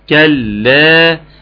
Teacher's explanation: نحافظ على اللام المشددة